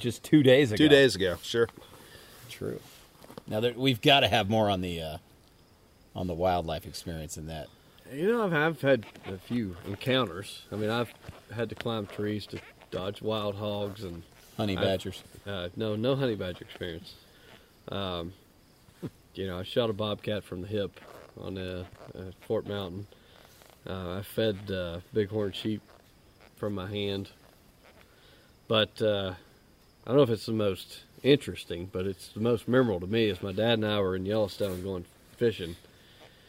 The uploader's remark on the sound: Recorded live in the Black Hills of South Dakota. I sit "lantern-side" in the backcountry with long-time hiking friends.